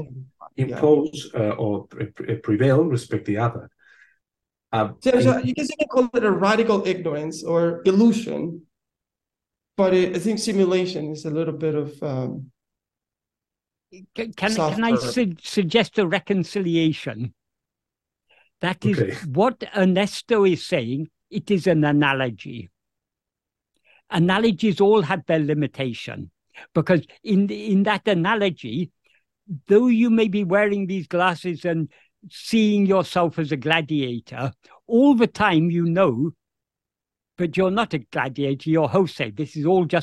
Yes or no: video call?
yes